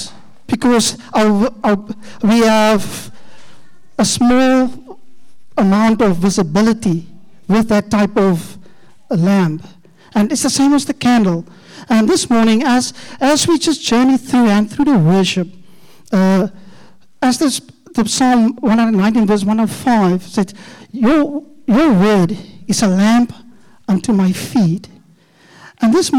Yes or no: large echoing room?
yes